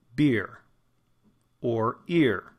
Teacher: When we say the word beer or ear, those words, the vowel sound in the middle, even though to our ear it sounds like it's an E, it is not. It is an I.